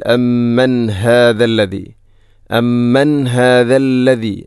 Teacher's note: ഇവിടെ അമ്മൻ ശേഷം ഹാഇൻ്റെ ശബ്ദം കൃത്യമായിരിക്കണം, തൊണ്ടയുടെ ഏറ്റവും അടിഭാഗം.